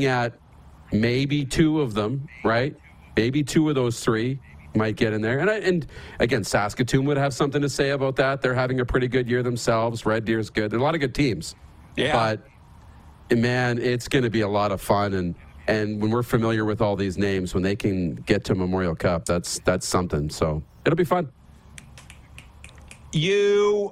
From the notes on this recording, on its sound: LIVE from the CFL's Winter Meetings in Kananaskis, Alberta